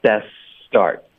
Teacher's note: best 的 t 的音应该省略，然后 best 的 s 跟 start 的 s 要连发